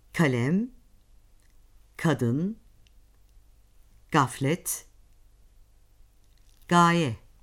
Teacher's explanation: K ve G harflerini söylerken sesi gırtlaktan çıkarmamaya özen göstermeliyiz. Bunlar dilin arka kısmının tümsekleşerek arka damağa değmesiyle söylenir.